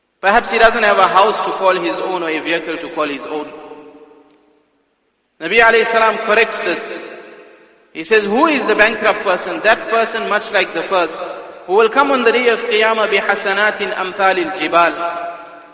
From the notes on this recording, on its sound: Jumuah Lecture at Masjidus Salaam, Musgrave